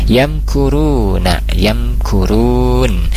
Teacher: yam mim sukun bertemu kaf, dia idhar safawi, dibaca jelas mimnya